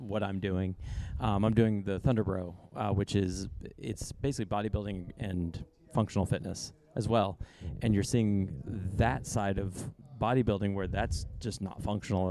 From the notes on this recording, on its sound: LIVE from the CrossFit Games. We sat down LIVE at the CrossFit Games.